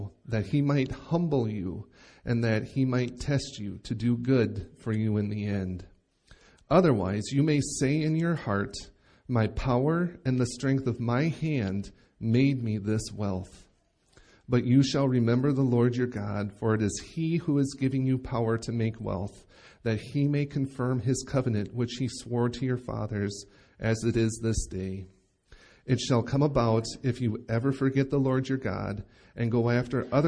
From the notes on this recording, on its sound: Recorded live at Bethany Bible Church